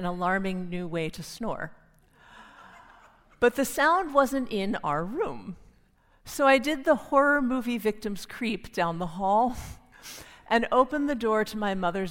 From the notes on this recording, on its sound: Recorded live on stage at the Florida Theater in downtown Jacksonville.